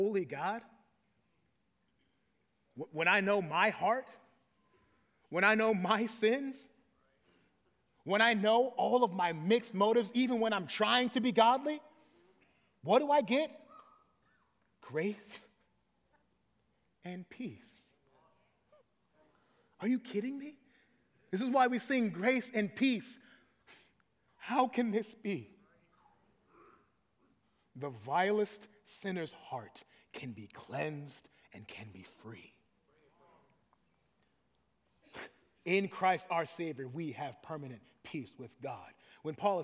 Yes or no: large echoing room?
yes